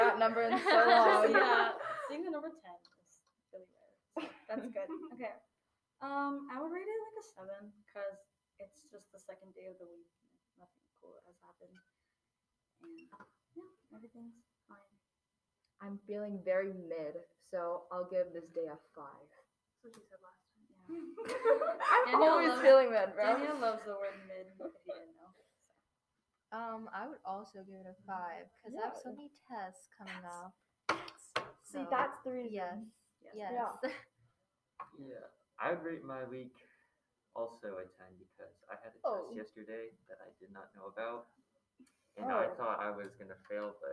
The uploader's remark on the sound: Our sound was a bit quieter for this one due to a temporary change of location, so please turn your sound up for this one!